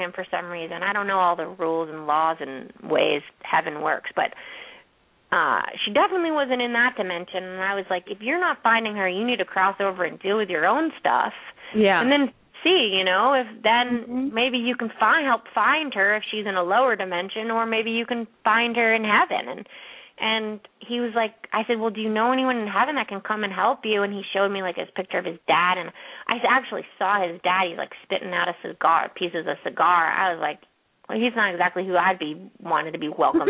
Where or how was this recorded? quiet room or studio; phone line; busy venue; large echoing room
phone line